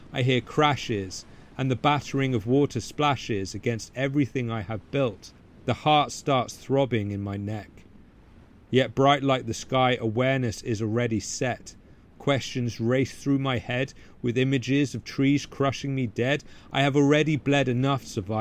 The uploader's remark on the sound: I recorded this podcast amid a heavy storm hitting the wilderness hard. As rain belted down and gale-force winds toppled trees taller than I could see.